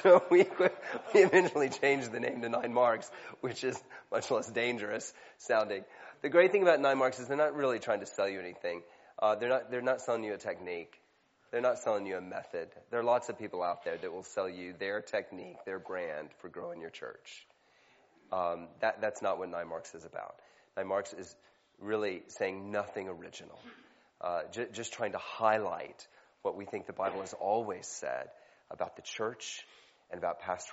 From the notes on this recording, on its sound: leads a Keynote Session at FG15